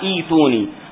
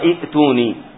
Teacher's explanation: همزة وبعدها همزة لكن الأولى مكسورة فتحول الثانية إلى ياء · Shown in: first take